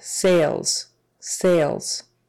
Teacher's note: Long A there and an, a Z sound on the end.